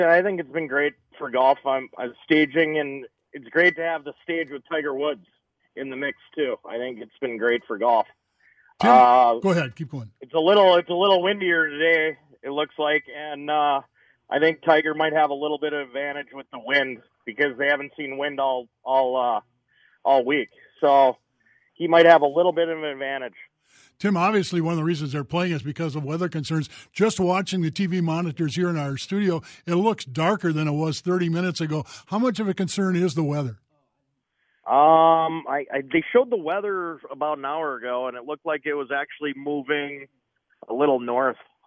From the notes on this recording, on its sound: The trio takes phone calls and text and talk all sports.